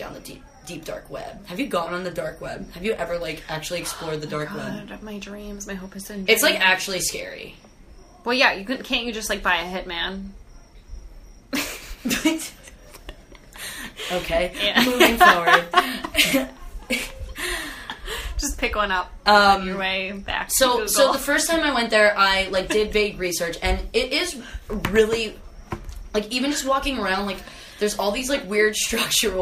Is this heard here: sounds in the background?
yes